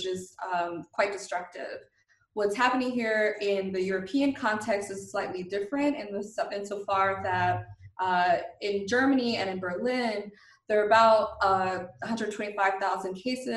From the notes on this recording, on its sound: We will be speaking with our guests, one or several at a time, via Skype, and will try to have brief, informative, and non-draining calls.